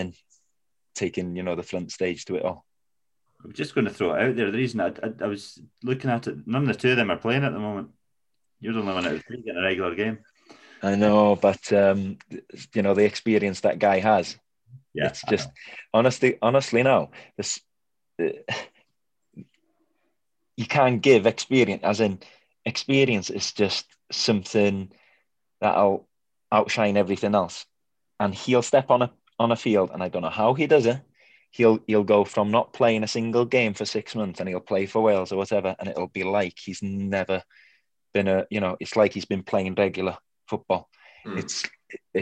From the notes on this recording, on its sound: As usual our chat was conducted through the socially-distanced means of Zoom